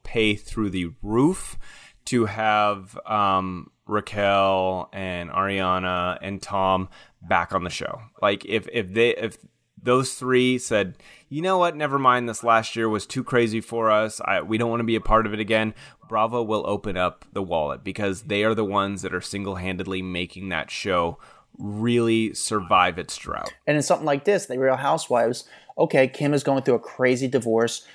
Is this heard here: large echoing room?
no